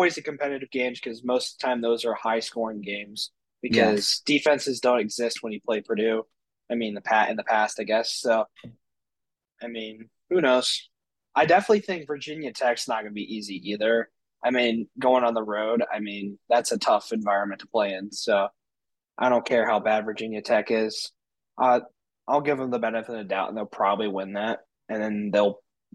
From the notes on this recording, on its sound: hop on a zoom call